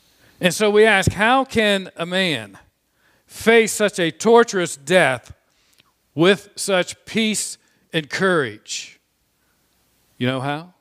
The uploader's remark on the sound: This sermon was preached on Sunday, May 9, 2021 from the pulpit of Grace Community Church in Berea, KY.